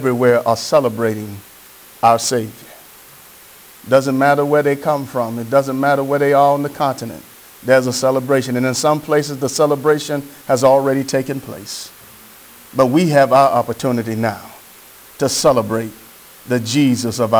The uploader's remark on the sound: Sermon preached from Wesley AME Zion Church